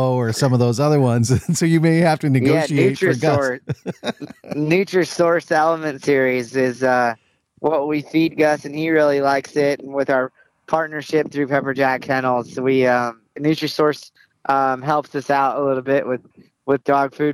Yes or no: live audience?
no